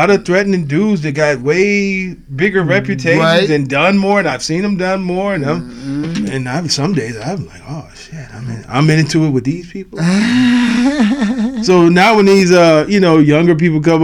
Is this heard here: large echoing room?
no